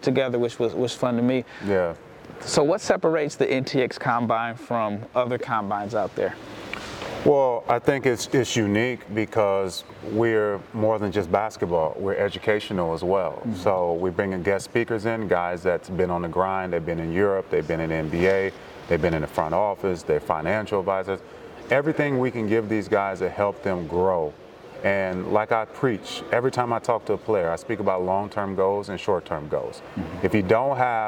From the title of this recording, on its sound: Live from the NTX Combine